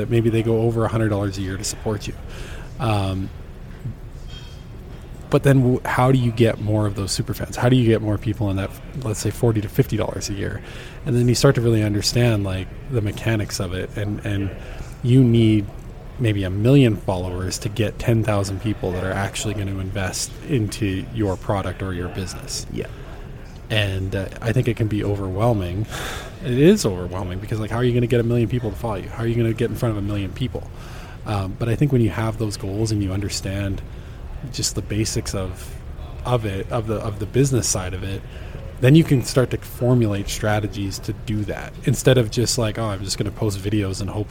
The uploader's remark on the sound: for coffee at the Glenmore Landing Good Earth Coffee House in Calgary